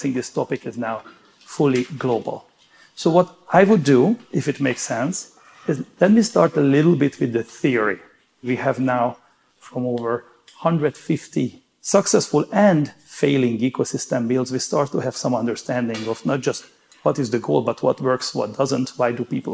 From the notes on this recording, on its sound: Speaking at an event for aspiring CEOs that McKinsey held in San Diego earlier this year.